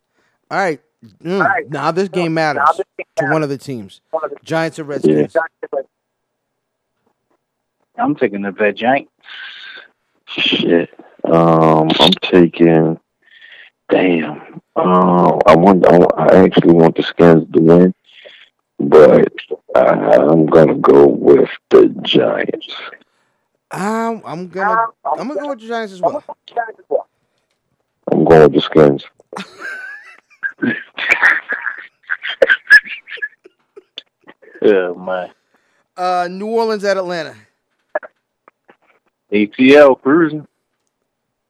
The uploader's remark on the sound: took a few moments to hop on the phone